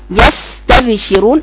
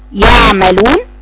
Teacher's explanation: السين اطول من اللام، وكمان اللام اطول من حرف الهمزه اللي هو الشديد